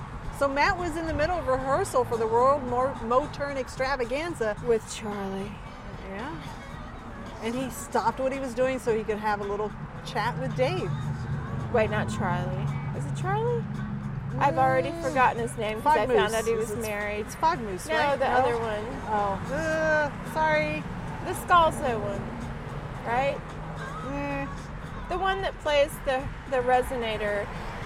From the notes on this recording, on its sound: Due to the nature of the location, it does sound like they are playing in traffic.